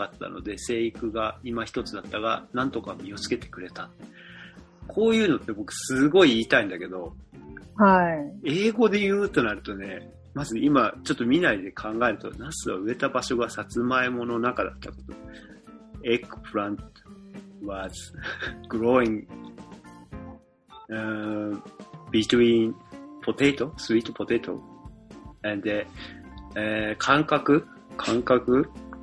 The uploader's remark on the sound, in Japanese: 初遠隔収録！